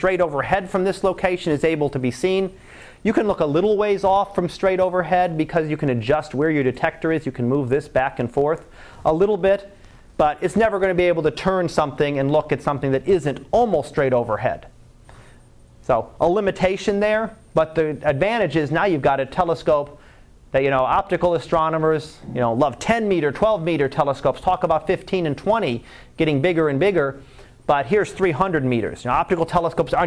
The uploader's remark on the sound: Live Class Lecture